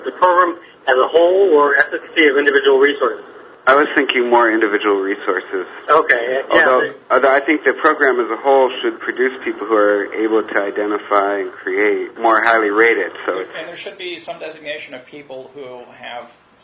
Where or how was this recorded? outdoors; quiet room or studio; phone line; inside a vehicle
phone line